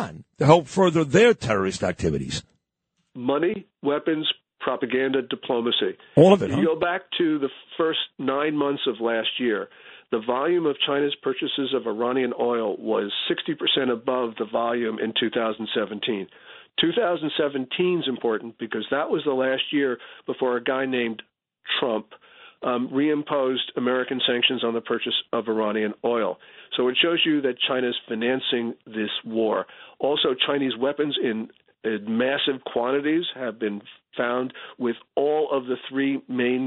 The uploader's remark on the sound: Calls.